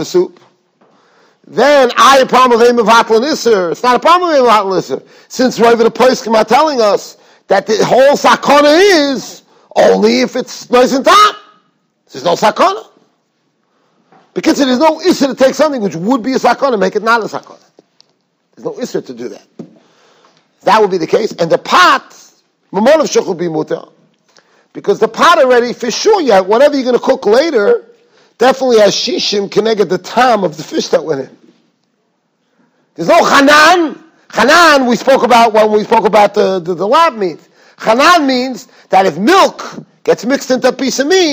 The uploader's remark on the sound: Shiur recorded in Yeshivas Ohr Reuven, Monsey, NY.